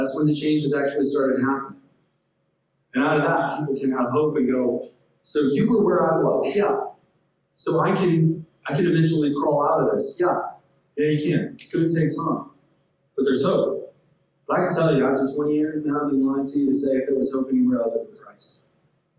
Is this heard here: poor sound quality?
yes